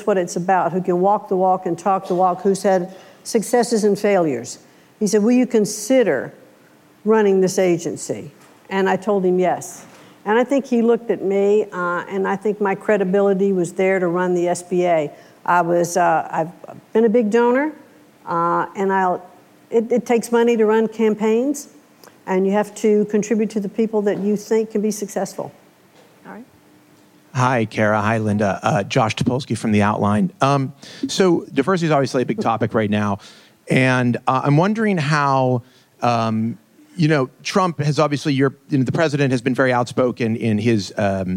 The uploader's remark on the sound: Live at Code 2018.